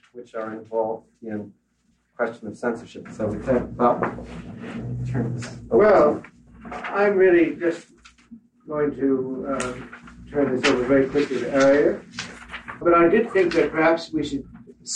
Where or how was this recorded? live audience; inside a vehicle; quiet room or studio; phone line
live audience